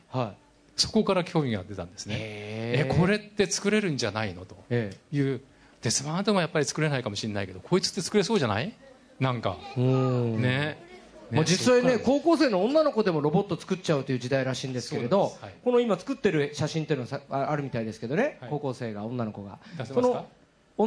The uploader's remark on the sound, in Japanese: 公開録音